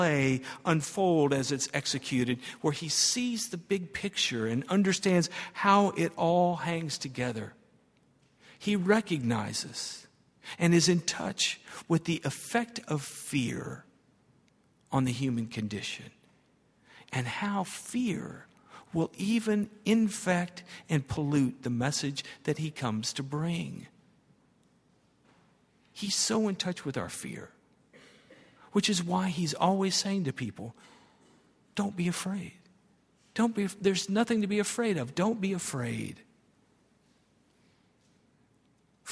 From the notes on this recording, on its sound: at Highland Baptist Church